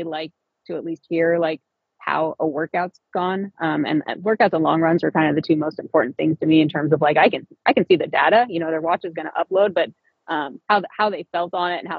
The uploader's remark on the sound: This conversation is from an IG live I hosted.